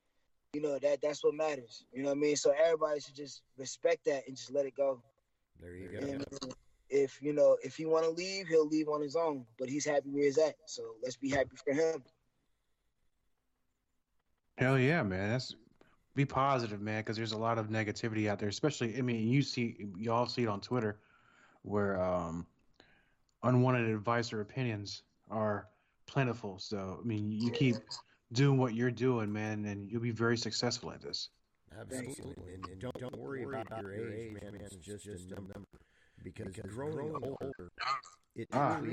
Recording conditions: poor sound quality